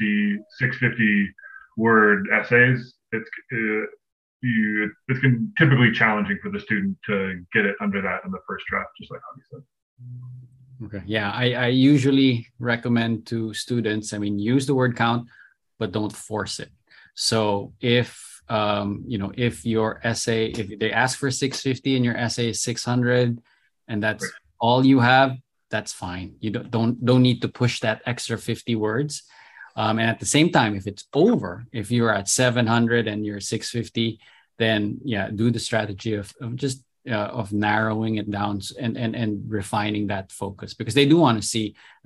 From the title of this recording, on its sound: Webinar Recording